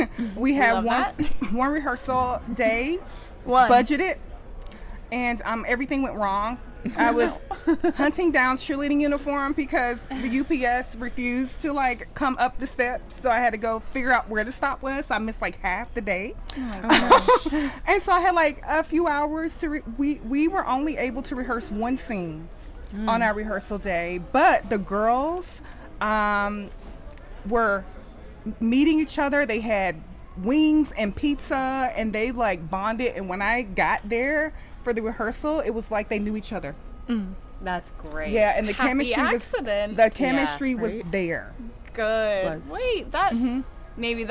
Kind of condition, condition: setting, busy venue